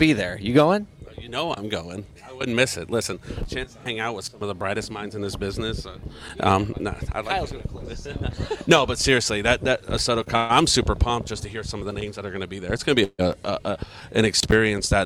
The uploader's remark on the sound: In-Showroom Interview. Beaver Toyota.